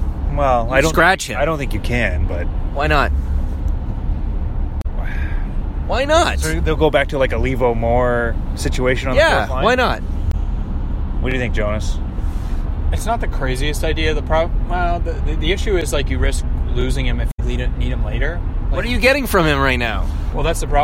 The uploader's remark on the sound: With all flights to Toronto grounded. Record on the road back to the T-dot in a rental Hyundai.